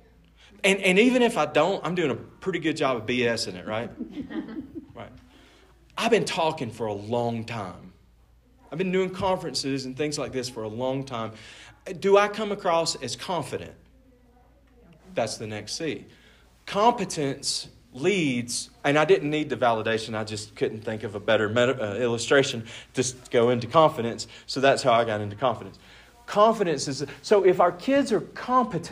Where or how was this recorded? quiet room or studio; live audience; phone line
live audience